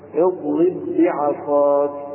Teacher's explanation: أما المتماثلان أو المثلان فهما الحرفان اللذان اتحدا مخرجا وصفة كالباءين، على سبيل المثال في قوله تعالى: اضرب بعصاك، ننطق باء واحدة مشددة